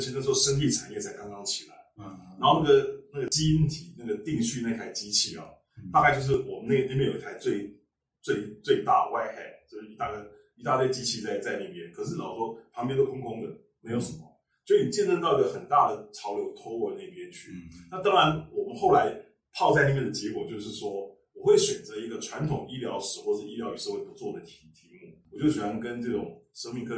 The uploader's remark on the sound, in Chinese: 首次錄製音質有待加強，建議使用耳機聆聽。